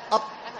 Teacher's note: هنا يحصل التصاق طرف اللسان مع أصول الثنايا العليا من دون تكرار · Term: الطاء